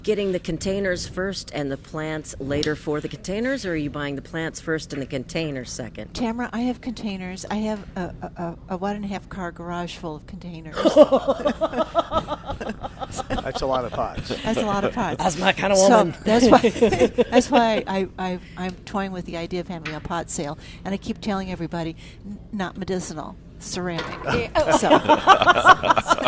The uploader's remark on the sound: Live at Prairie Gardens